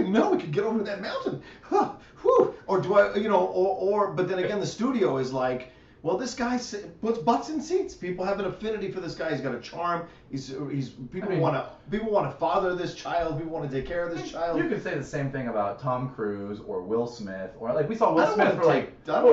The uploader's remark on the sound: HAD TO USE THE CAMERA AUDIO INSTEAD OF OUR MICS AUDIO, THE H6 AUDIO WAS DAMAGED.